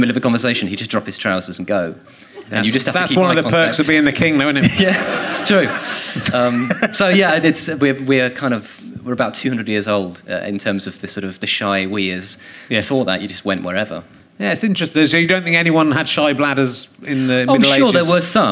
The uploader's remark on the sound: Leicester Square Theatre Podcast